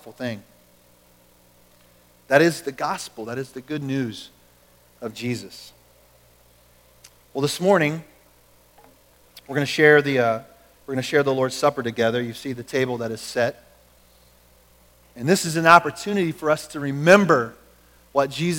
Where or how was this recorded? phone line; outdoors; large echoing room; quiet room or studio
large echoing room